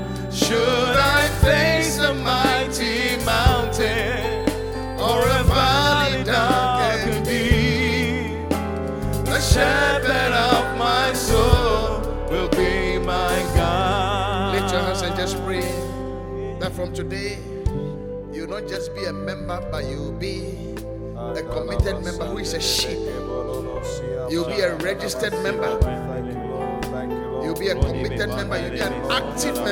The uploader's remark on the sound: Preached at the Qodesh.